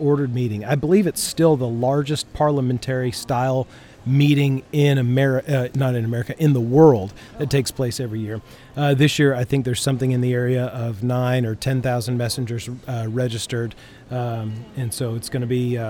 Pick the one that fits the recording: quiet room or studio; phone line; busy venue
busy venue